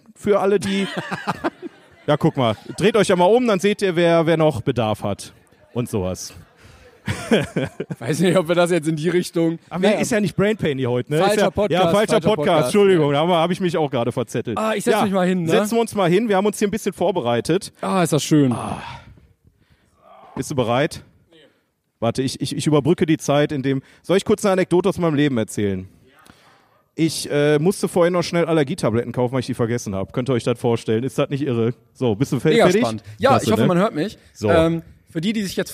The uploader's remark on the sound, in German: Die Kino-Events sind zurück! Nach langer Pause ENDLICH wieder LIVE aus dem Metropolis-Kino in Bochum.